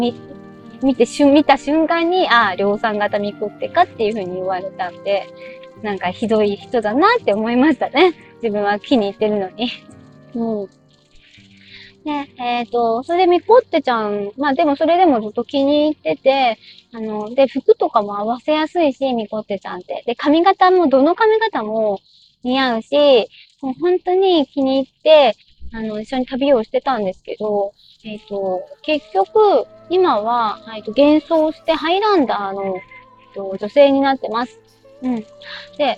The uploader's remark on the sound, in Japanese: 音悪。運転中に録音したので、音声悪いです。実験で一人でしゃべってみました。